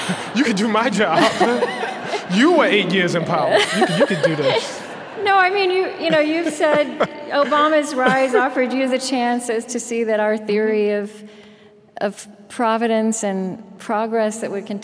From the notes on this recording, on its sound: Unedited. As part of the 2017 Chicago Humanities Festival before an audience of over 1,500 people, black and white, young and old.